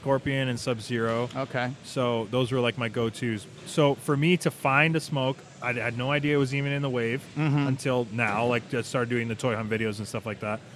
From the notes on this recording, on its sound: live from Really Cool Comic Con in Flint, MI!